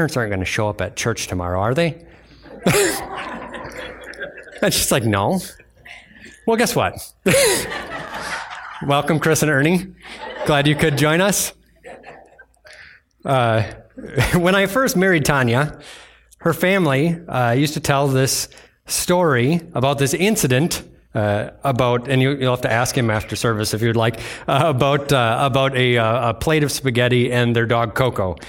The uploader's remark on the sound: was delivered on Sunday, January 14th, 2024 at Bible Center Church in Maiden Rock, Wisconsin.